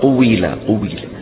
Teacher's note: الواو فيها ضم شفتين والكسرة فيها خفض الفك · Term: واو مكسورة